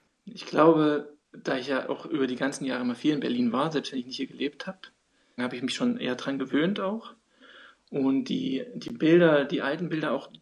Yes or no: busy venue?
no